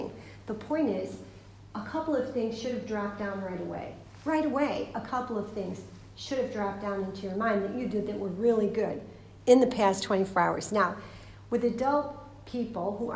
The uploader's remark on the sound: This is a recording of a talk. At Emmaus Retreat Centre, Dublin.